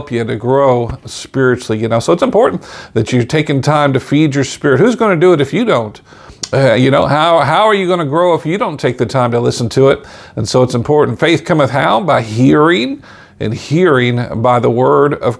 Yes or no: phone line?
no